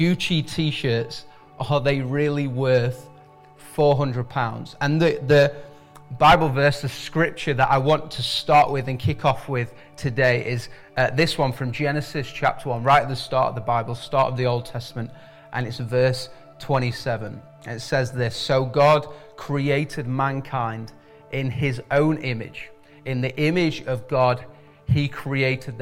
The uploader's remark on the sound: IKON Church. Recorded at the Chesterfield Campus this is the message from the service broadcast.